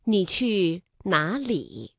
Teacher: 里是赏声字，那么放在句尾呢依然读赏声字